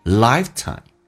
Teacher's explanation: 第二个 I 不用发的像第一个那么的夸张，相对比较平一点，用点降调，是因为第一个 I 是主重元音，后面一个是 unstressed syllable 叫非主重元音，就变成 lifetime OK to forgetsomeone， forget 的 t 去掉， forgetsomeone。我们把这一段重新的慢速版本来读一遍， · but it takes 跟 a 有个零叫 takesa， but it takes a lifetime 两个都是 I 这个发音，但是他们发音的方式就不一样。第一个 I 是 stress syllable 叫主重元音，比较的饱满，先发 a 再发 a。第二个 I 不用发的像第一个那么的夸张，相对比较平一点，用点降调，是因为第一个 I 是主重元音，后面一个是 unstressed syllable 叫非主重元音，就变成 lifetime OK to forgetsomeone， forget 的